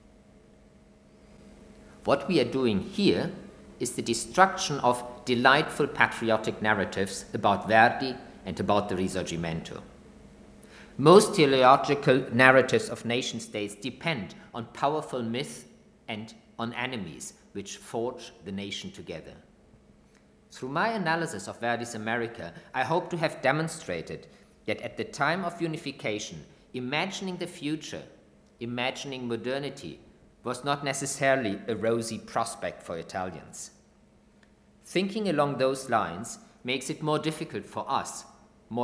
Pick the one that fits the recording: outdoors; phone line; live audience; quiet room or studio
live audience